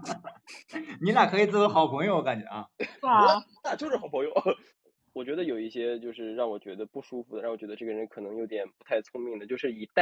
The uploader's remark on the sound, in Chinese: 近期疫情原因，共处一室继续线上录制，距离虽远，声音很近。